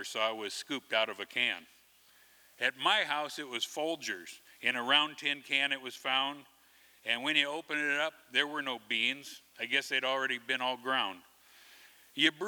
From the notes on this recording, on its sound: From the 2023 FisherPoets Gathering, a performance from the Liberty Theatre. This recording was made on Saturday, February 25th, 2023, at the Liberty Theatre in Astoria, OR as part of the FisherPoetry Archive Project.